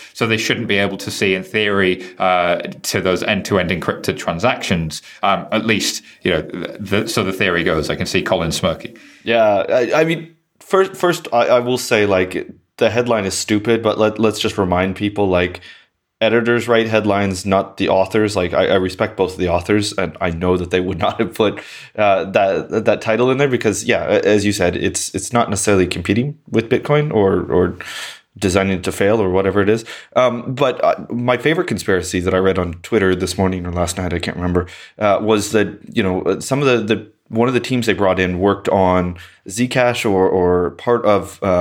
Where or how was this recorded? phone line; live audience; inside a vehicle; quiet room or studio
quiet room or studio